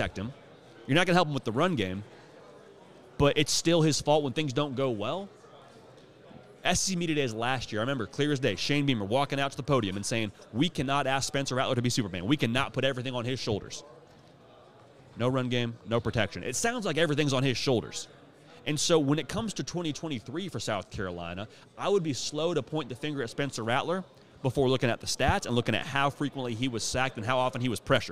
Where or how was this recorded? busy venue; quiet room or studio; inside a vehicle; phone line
busy venue